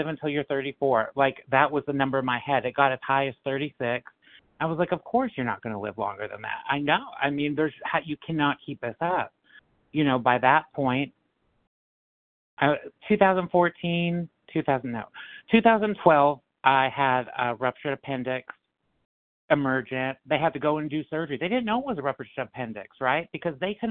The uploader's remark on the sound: 100 Pounders Phone Meeting